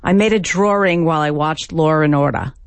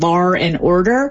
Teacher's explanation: There are two different kinds of inserted R's we get. The linking R, which is an extra R we find in dialects that typically drop the R, and New York is one of those, British English is another, and that is where you get lar and order.